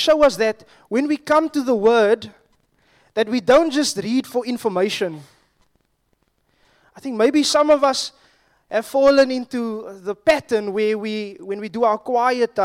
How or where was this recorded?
large echoing room